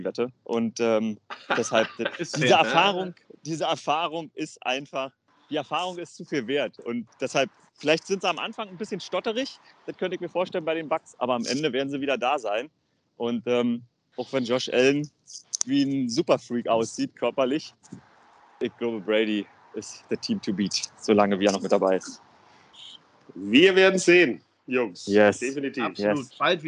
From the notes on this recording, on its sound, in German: Aufzeichnung im Park in Boston